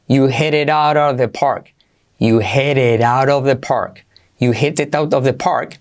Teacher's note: Todas esas T's se convierten en R suave